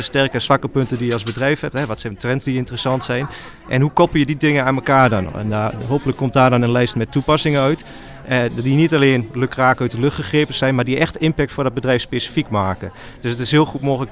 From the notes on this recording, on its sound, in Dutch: We waren live vanuit Leiden vanaf het moment dat deelnemers de deur uitgingen om 07:00 tot het einde van de congresborrel rond 17:30. Live updates vanuit het SIA-congres.